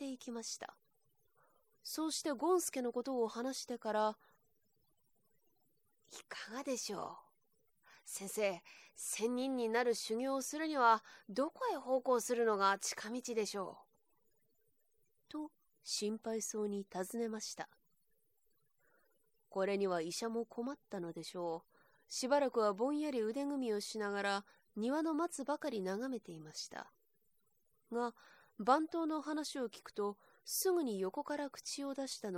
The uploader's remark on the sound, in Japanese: 自宅録音ですのでノイズなどはご了承くださいませ。